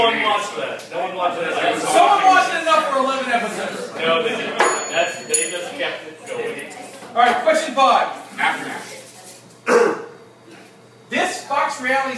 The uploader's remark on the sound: LIVE Mopcast Networks 2nd Birthday Bash! Record at Industry in Mobile, Alabama.